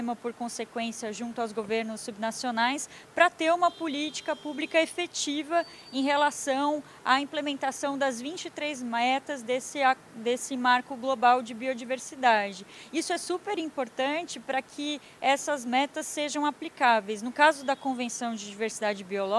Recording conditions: busy venue